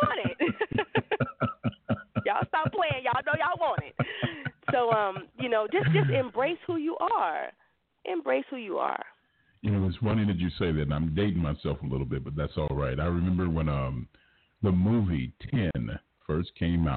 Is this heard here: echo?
no